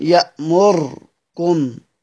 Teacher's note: الراء كل القراء بيقرأوها بالرفع بالضم، يعني يأمروا، ما عدا مين؟ ما عدا أبو عمرو البصري بيقرأها بالإسكان